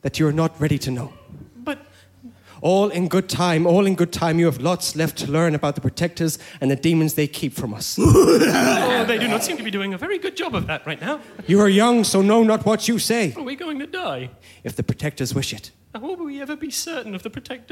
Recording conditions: live audience